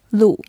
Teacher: it's very simple, just L-U, fourth tone, lu